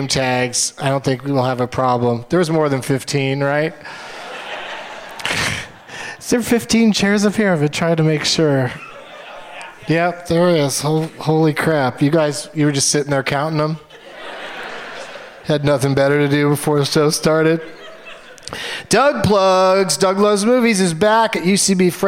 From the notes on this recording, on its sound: Live from the Gramercy Theatre in New York City